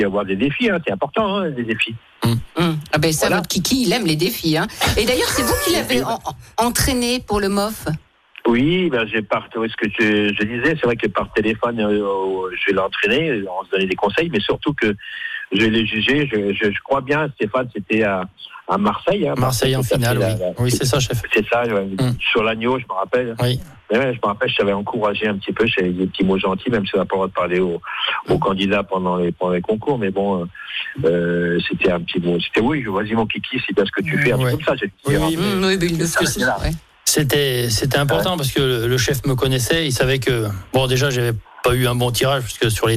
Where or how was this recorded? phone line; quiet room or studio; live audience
phone line